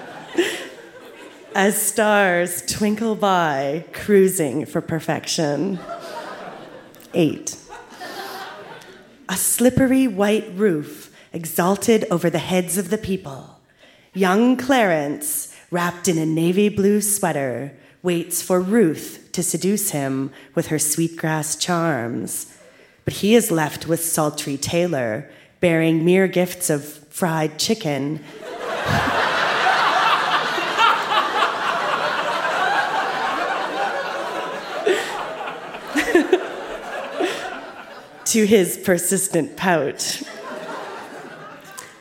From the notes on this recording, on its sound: (Saskatoon). Recorded live at the Cosmo Seniors Center as part of Winterruption 2017.